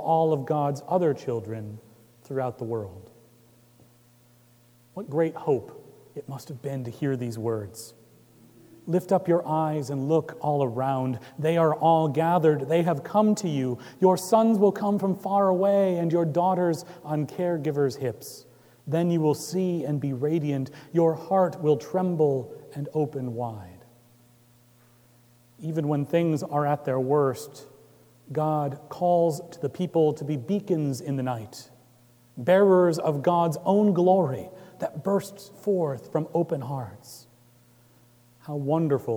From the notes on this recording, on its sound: Recorded Jan 7, 2018 at Trinity Presbyterian Church in Bixby, Okla.